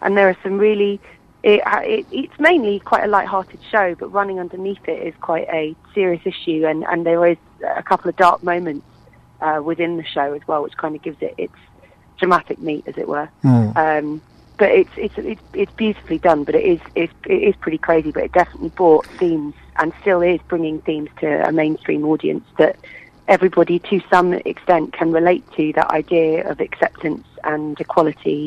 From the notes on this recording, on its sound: on the phone